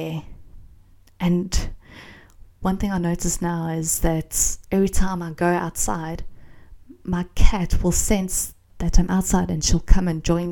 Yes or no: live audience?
no